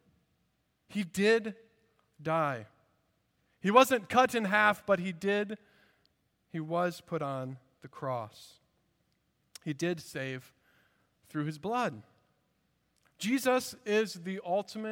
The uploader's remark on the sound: At Redeemer Presbyterian Church in Charleston, SC